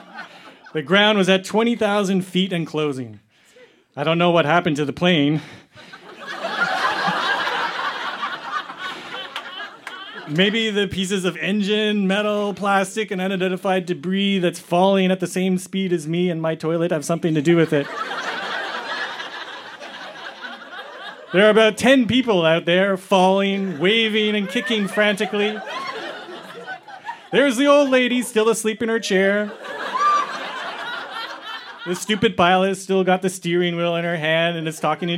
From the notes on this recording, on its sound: Recorded live at Yuk Yuk's in Ottawa, ON.